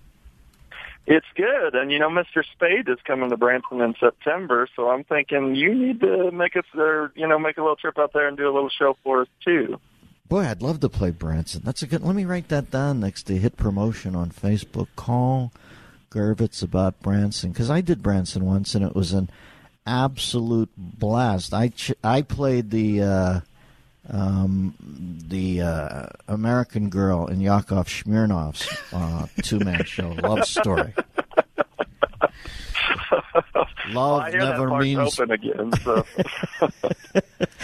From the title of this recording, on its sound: OPEN PHONES